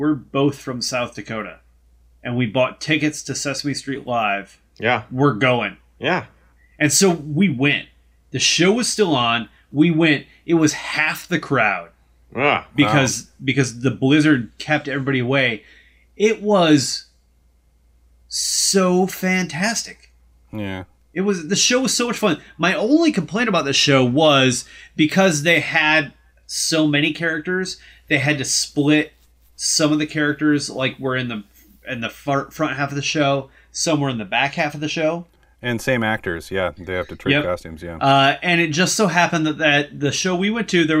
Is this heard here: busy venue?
no